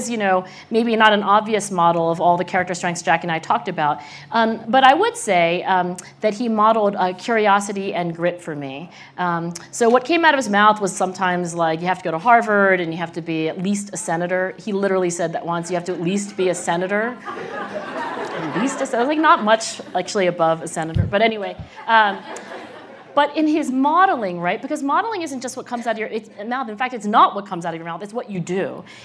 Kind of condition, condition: setting, live audience